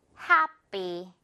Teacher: happy가 아니라 happy. 해 부분이 강세고 이 뒷부분은 그냥 강세 받지 않는 남아있는 부분인데